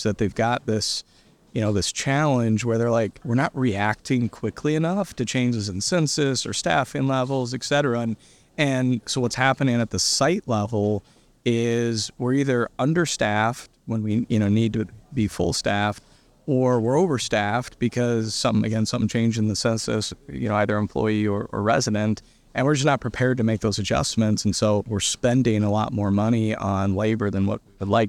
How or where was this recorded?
busy venue